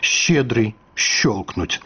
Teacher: Яшчэ ў расейскай ёсць літара «ща», якой абазначаецца фактычна доўгі мяккі гук «щ» у маскоўскім варыянце